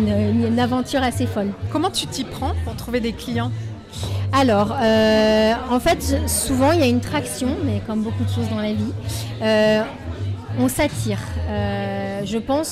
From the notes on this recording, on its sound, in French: Cet épisode a été enregistré en direct du Kind Festival édition 2023.